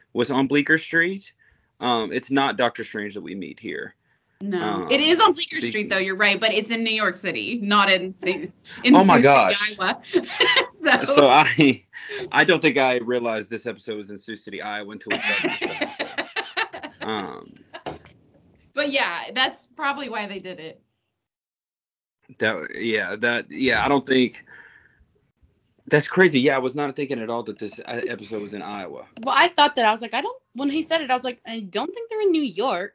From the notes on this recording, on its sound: Sorry our audio isn’t the best. We had to use the Skype video recording because of some tech issues from a certain host and co-host.